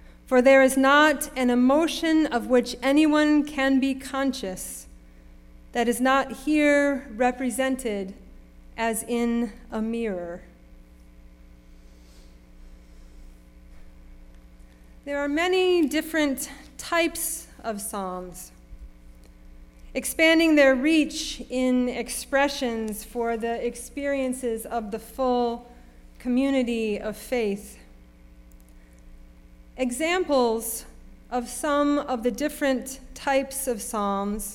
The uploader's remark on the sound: Sermon preached at RCHP on February 26, 2023.